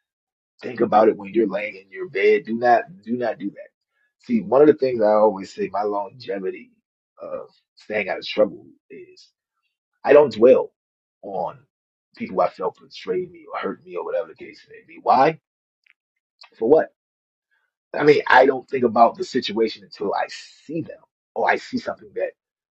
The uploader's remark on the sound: This was a live talk given to over 2100 listeners. Please forgive the audio a little.